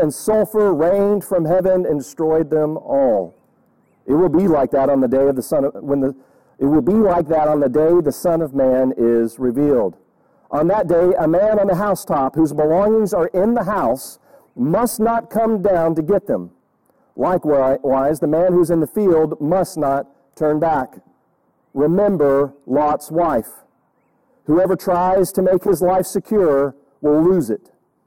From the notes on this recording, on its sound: Audio is not great from outside recording. Mint Hill Baptist Church.